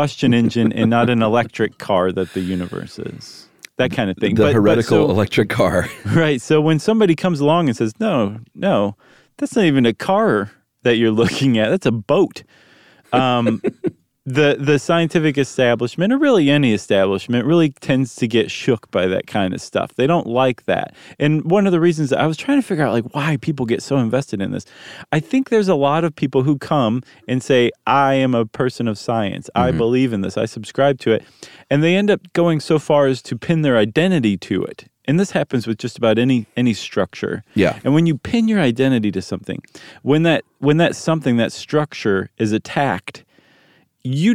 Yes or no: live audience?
no